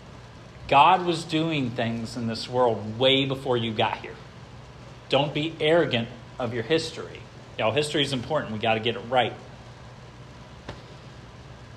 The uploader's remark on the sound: This sermon was preached at Hope Fellowship